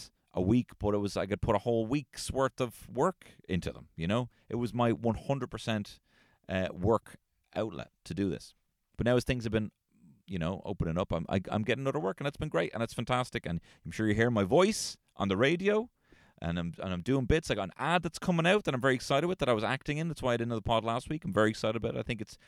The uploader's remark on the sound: LIVE from the car!